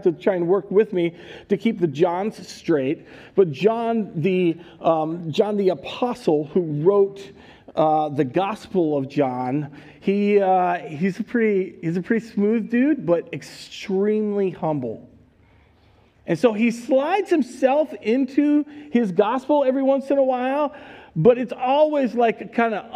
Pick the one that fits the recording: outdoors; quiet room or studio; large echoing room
large echoing room